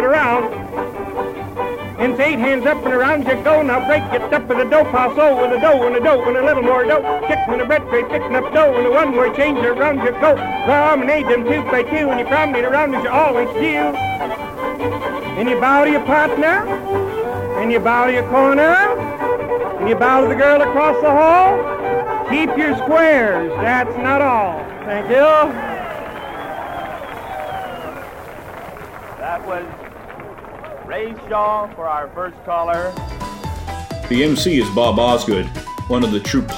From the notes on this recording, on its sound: An estimated 15,000 folks danced under a clear sky on the Pacific Ocean with 35,000 spectators to cheer them on. The event was recorded. That reel-to-reel tape has been digitally remastered and is presented here.